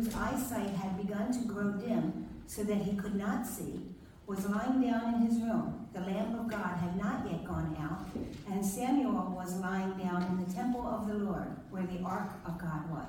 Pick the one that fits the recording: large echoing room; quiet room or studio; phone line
large echoing room